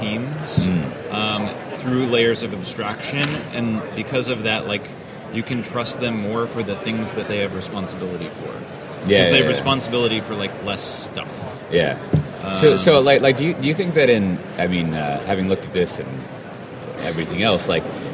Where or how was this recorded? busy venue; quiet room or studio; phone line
busy venue